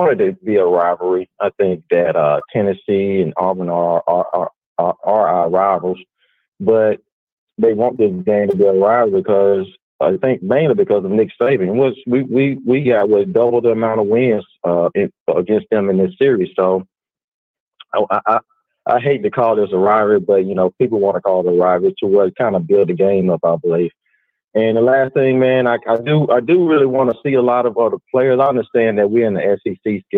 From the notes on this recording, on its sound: BamaInsider Call-In Show